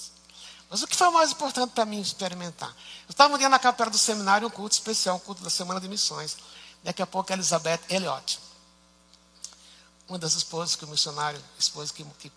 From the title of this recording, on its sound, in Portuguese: Culto ao vivo IBMorumbi